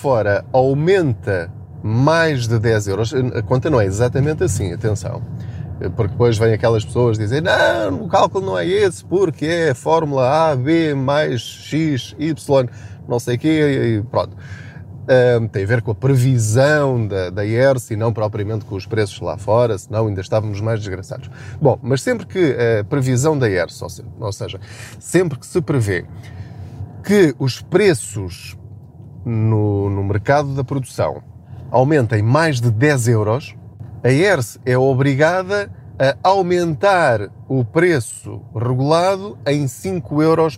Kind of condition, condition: setting, inside a vehicle